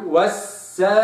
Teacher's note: لابد أرجع لإطباق الشفتين في الميم ثم أفتح والسماء، لكن همد الألف أربع حركات والسماء، ما رجعش تاني للهمزة ونزل فك والسماء لا، وإنما والسماء هكذا.